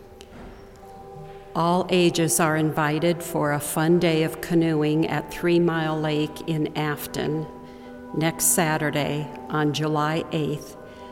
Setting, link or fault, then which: setting, large echoing room